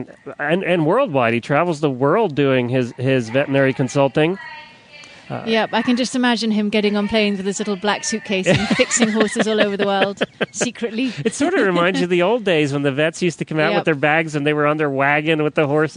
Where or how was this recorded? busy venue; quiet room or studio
busy venue